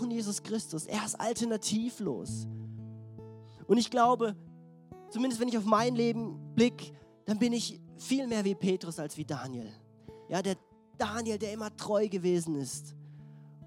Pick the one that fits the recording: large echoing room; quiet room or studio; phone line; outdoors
large echoing room